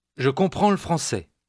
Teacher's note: Listen again, noticing how the L sound gets tacked on to the word before